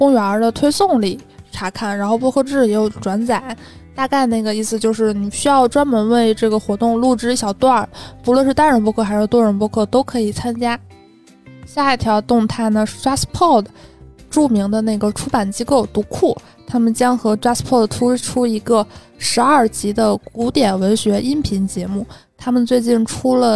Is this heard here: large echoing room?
no